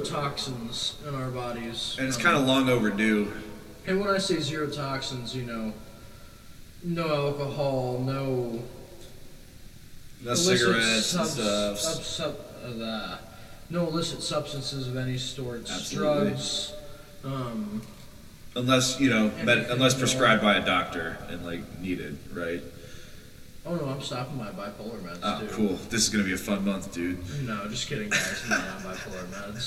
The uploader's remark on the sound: They were unable to adequately tune their audio. Enjoy this VERY low sound quality episode.